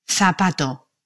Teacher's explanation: Является почти аналогом звука, появляющегося на месте буквы C, когда она стоит перед гласными E, I, то есть появляется межзубный глухой звук, чем-то похожий на русский С, но произнесенный как английский звук TH